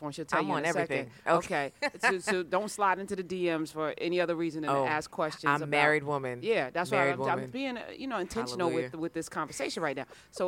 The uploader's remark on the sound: This interview was at the Women of Color Empowerment Conference in Fort Lauderdale, Florida